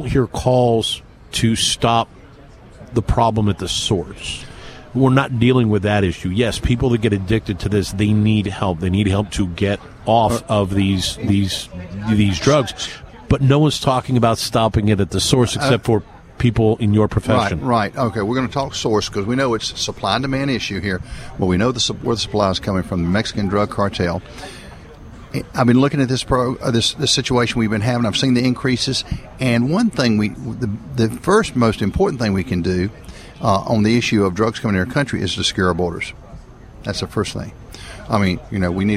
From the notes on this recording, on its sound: Broadcasting live from Washington DC during the FAIR Hold their Feet 2 the Fire Convention.